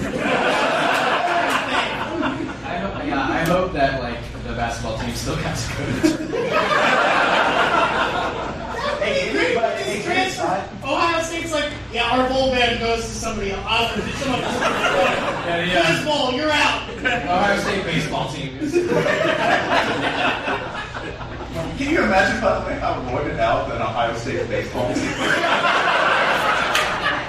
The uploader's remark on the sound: Live! In Charlotte. A hearty thank you to all the wonderful people who came out to our live show in Charlotte. Did this tick off one person in attendance to the point where he almost kind of sort of tried to take over the show?